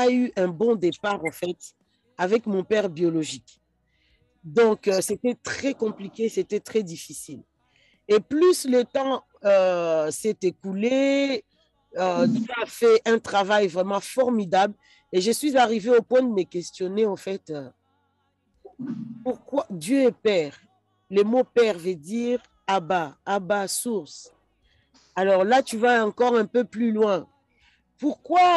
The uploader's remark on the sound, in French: Lors de notre dernier atelier sur zoom.